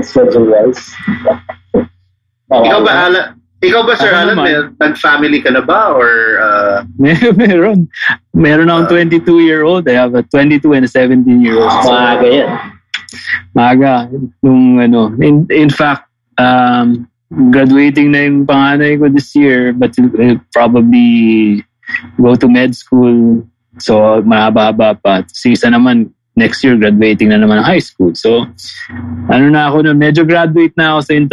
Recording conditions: video call